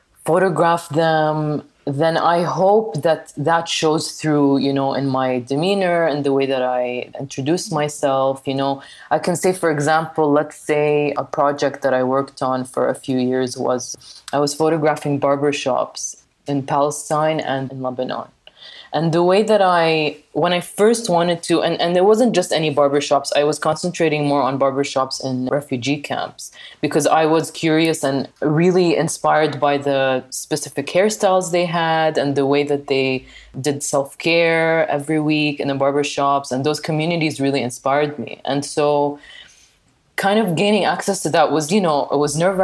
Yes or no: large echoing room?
no